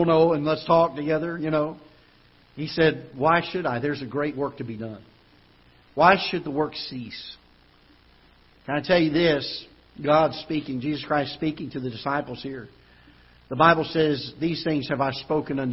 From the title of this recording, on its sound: Ketha Heights Baptist Church ~ Live Broadcast